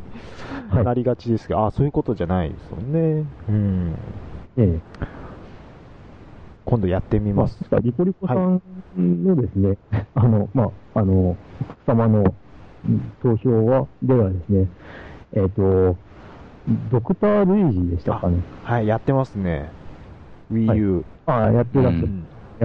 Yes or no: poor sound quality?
yes